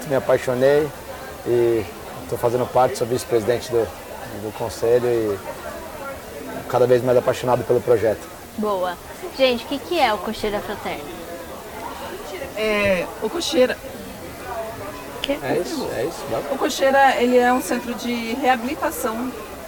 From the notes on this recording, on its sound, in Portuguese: episódio gravado durante o XVIII festival nacional do cavalo brasileiro de hipismo